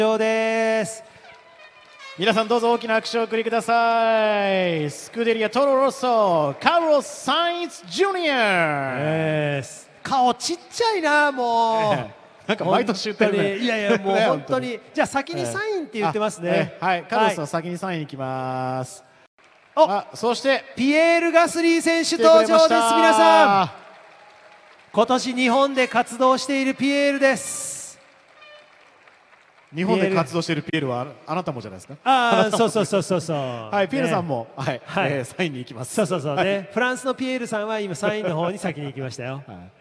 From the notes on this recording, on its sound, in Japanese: 2017 FIA F1世界選手権シリーズ日本グランプリレース。5日木曜日に行われたドライバーサイン会から、一部ドライバーの挨拶など臨場感たっぷりの音声を交えてお送りします。